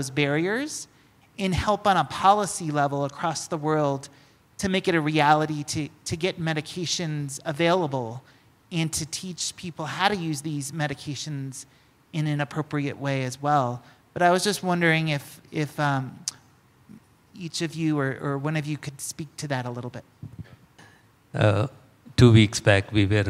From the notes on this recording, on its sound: in a panel at the recent MetaECHO conference in Albuquerque, New Mexico